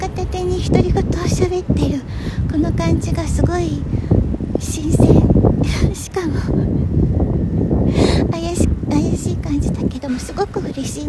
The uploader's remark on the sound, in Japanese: 初めて外から収録風が強くて風の音。From Radiotalk。